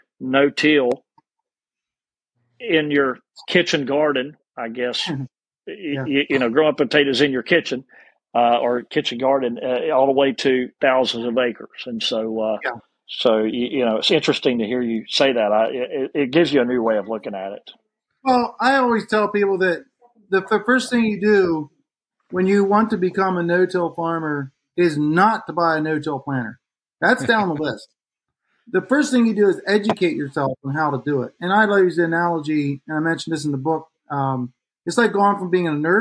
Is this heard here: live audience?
no